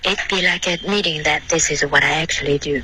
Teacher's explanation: Like, 然后 what I,这两个双元音要滑动，不能发 I.